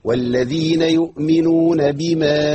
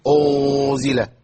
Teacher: اخفيها بابتسامة بسيطة لتتناسب مع ترقيق الغنة · Shown in: first take